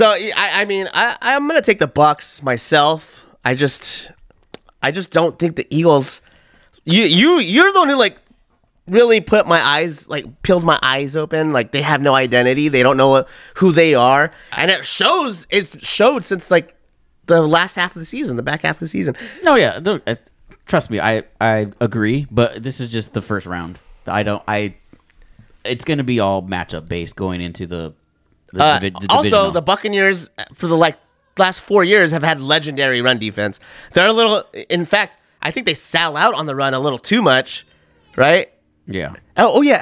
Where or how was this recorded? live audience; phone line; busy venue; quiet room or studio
quiet room or studio